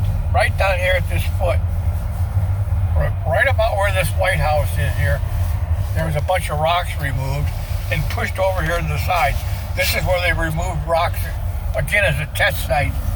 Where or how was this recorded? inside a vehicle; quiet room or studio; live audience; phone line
inside a vehicle